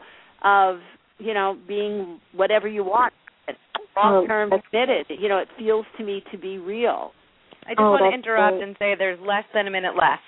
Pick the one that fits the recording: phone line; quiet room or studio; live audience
phone line